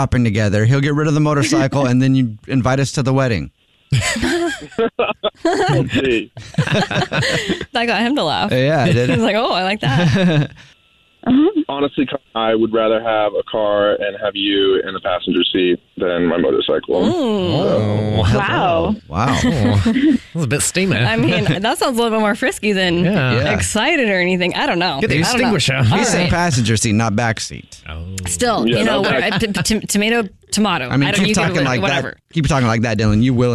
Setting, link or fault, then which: link, phone line